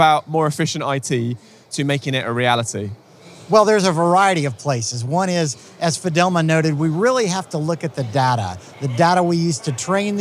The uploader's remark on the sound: heading back to the floor of HPE Discover event in Barcelona